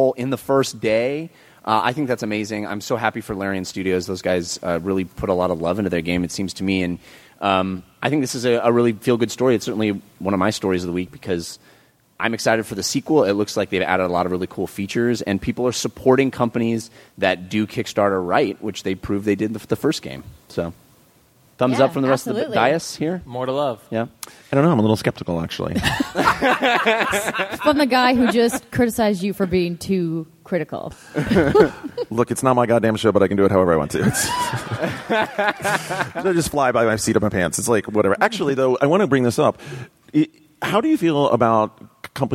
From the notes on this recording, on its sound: This special episode was recorded in front of a LIVE audience at PAX 2015!